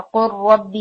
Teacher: کہ اگر افعال میں اور حل اور بل میں لام ساکن کے بعد لام یا را آئے تو ادغام ہوگا، اور باقی تمام حروف میں یعنی اگر اس کے بعد آ جائے تو پھر اظہار ہوگا. لام الفعل میں بھی ادغام ہوگا، جیسے قل ربی تو ادغام ہوگا، قر ربی کر کے ہم پڑھیں گے اس کو